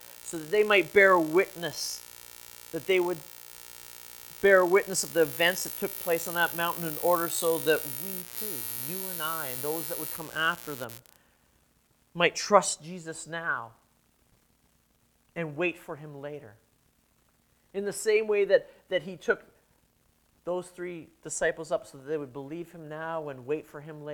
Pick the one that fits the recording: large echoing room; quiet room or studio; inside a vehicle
large echoing room